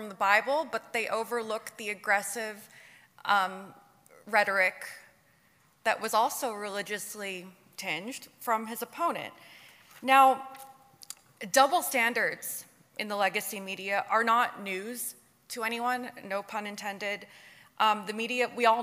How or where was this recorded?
live audience